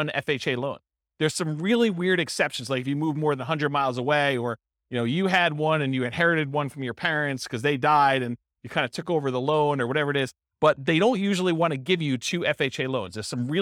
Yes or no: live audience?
yes